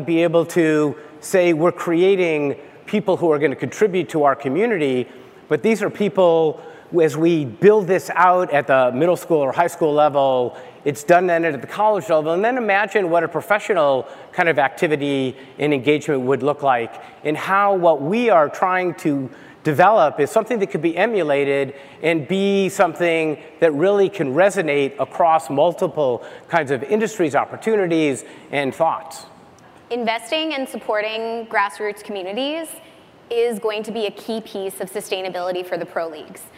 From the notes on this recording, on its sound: In this session, attendees were able to hear the experiences and advice from a panel of experts